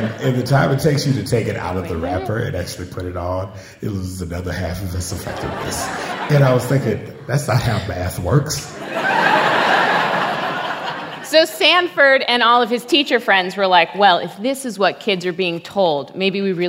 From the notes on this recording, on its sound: An edited down version of a Gonads Live show. "Sex Ed" is an edited* recording of a live event hosted by Radiolab at the Skirball Center in New York City on May 16, 2018.